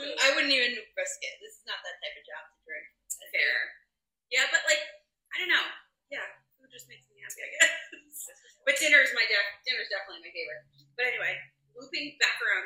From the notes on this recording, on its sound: The audio on the episode isn’t great lol we tried.